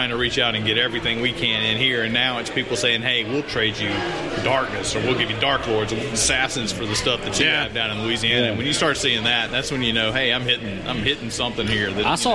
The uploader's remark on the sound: at Roux 61 Restaurant in Baton Rouge, Louisiana on the night of their launch party